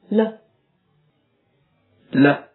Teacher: 发这个音的时候，舌端要紧紧地抵住上齿龈。 · Term: 清晰的发音